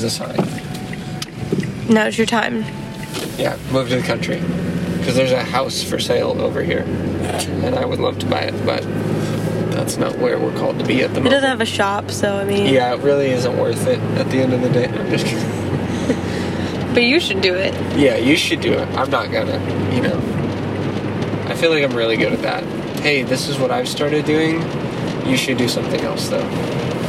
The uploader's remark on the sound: Car conversations. First off so sorry about the background noise!